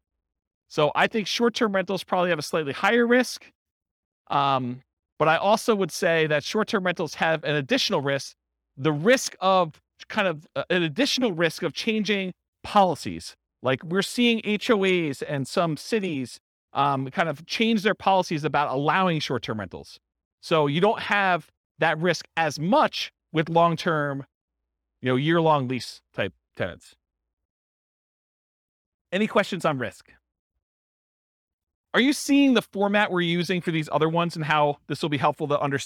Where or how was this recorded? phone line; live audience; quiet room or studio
live audience